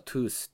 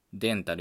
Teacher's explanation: ゲルマン祖語ではトゥースっていう t の音に変わっちゃって、他の言語ではデンタルみたいに d の音で残っている